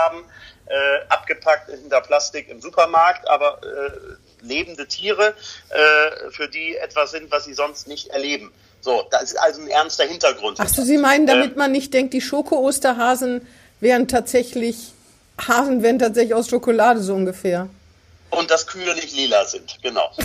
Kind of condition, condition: link, phone line